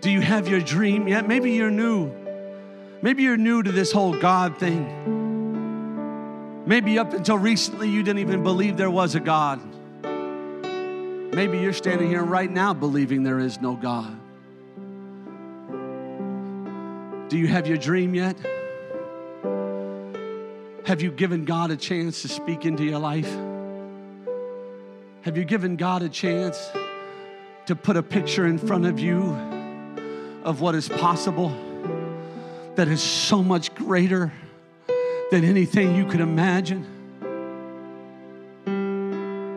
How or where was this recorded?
large echoing room